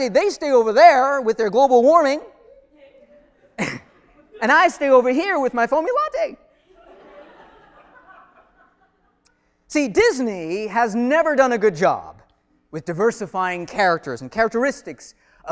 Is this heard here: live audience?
yes